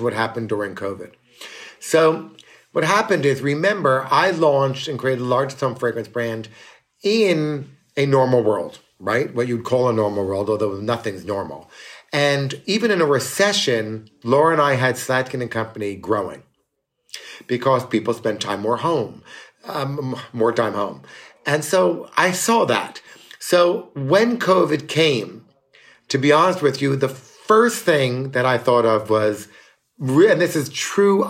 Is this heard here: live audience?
no